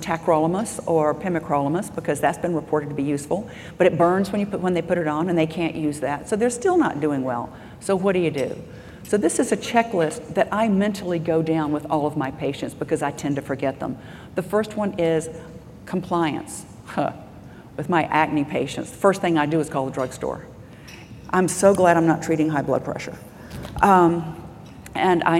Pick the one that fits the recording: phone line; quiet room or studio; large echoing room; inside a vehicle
large echoing room